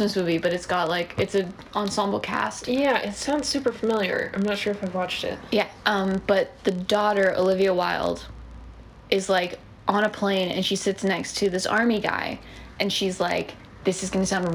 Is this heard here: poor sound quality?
yes